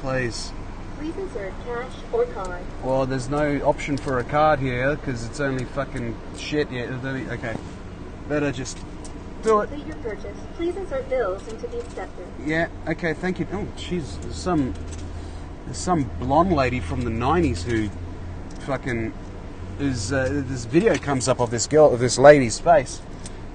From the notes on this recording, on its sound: Today you’re in the car with me as I take you through a car wash.